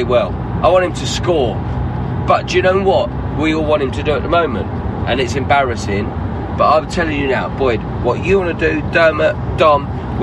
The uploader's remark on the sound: record a podcast on their way back from our 1-1 draw with Manchester United